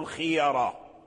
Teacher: فالراء من الخيارة مفخمة، لماذا؟ لأن الياء مفتوحة